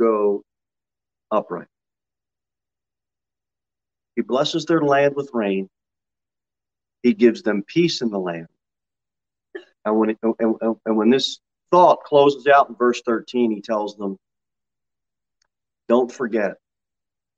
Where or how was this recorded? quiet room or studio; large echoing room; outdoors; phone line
large echoing room